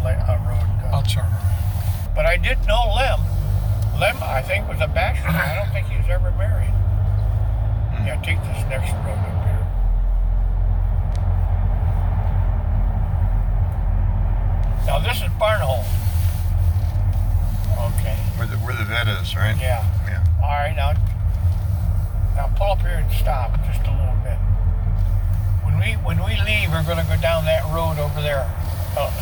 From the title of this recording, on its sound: Catawba Island Driving Tour